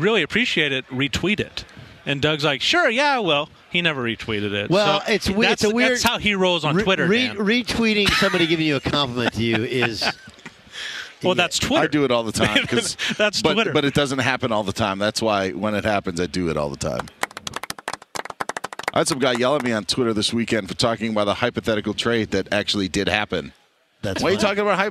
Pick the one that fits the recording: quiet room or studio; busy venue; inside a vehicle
busy venue